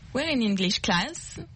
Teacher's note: Okay, so the last word has to go up.